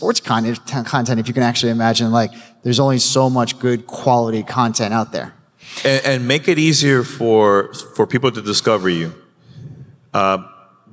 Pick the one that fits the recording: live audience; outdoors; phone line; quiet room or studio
live audience